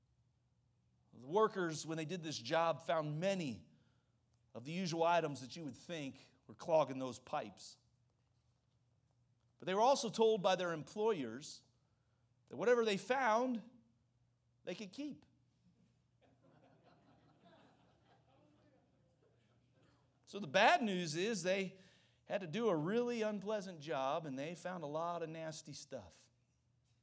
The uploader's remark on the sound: During the Tuesday evening service of our Fall Revival.